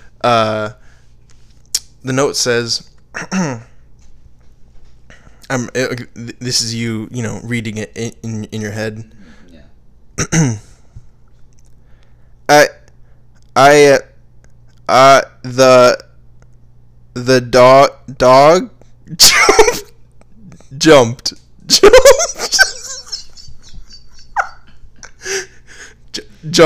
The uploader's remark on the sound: Sorry again for the audio mishap.